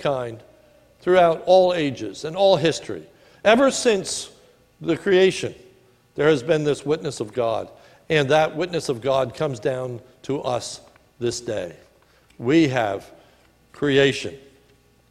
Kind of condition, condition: setting, large echoing room